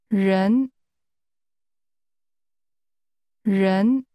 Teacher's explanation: This word begins with a sound we don't have in English. It's like a cross between an R and a Y.